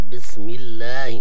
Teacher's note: الميم مكسور، ولهذا قرأنا لام لفظ الجلالة بالترقيق. أما إذا سبق بالضم أو بالفتح لا بد لنا أن نفخمه.